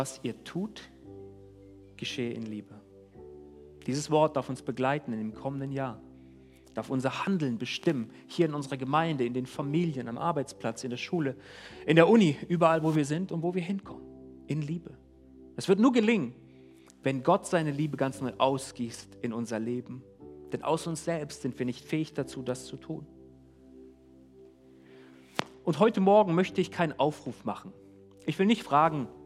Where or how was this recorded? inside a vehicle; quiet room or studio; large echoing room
large echoing room